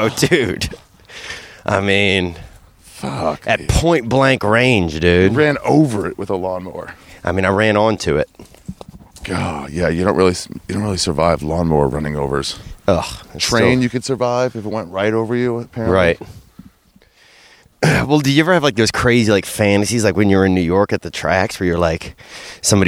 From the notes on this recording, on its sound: Met me at a secret hike in LA to do a walking podcast about hiking.